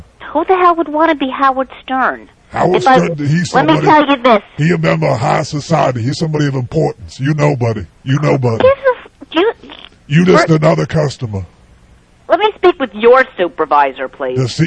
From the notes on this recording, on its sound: Prank Phone Calls.